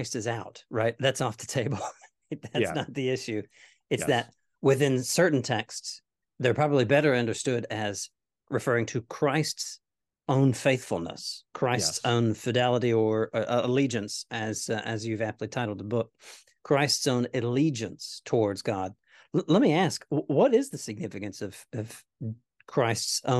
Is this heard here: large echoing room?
no